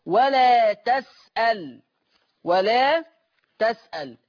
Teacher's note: ورش يقرأ بفتح التاء وتسكين اللام